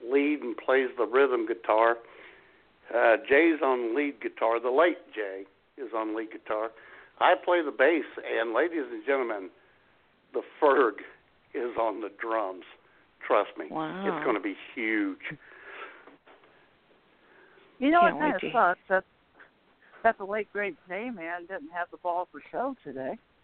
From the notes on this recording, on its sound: Your phone calls as IWS Radio presents.